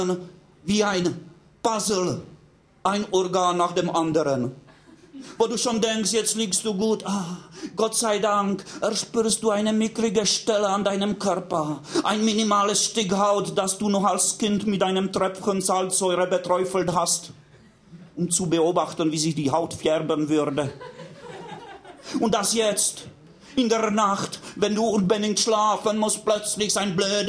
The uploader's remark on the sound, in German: Das Hörbuch versammelt als Live-Mitschnitt die tragenden Geschichten des Romans.